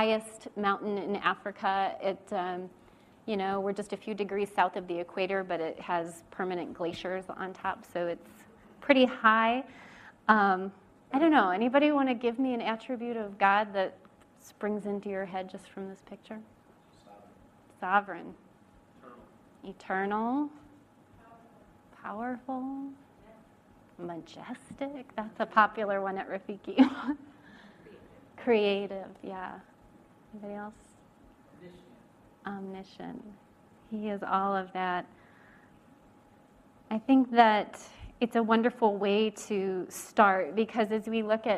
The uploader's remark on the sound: These messages were preached at Valleybrook Community Church meeting at Blackberry Creek Elementary School in Elburn, IL